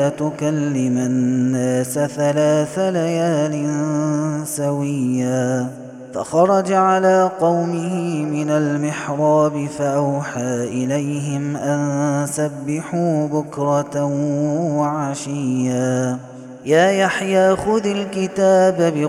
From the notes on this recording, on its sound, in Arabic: هذا التسجيل من صلاة التراويح. Ramadan 2021.